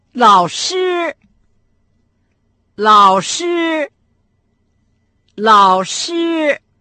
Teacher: учитель или преподаватель по-китайски лао-ши – третий и первый тон.